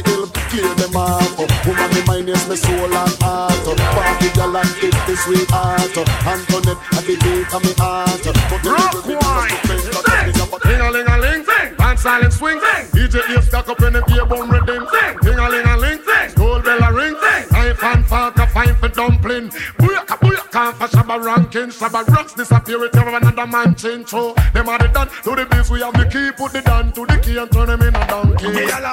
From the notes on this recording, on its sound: LIVE PARTY AUDIO. Live at Island Saturdays.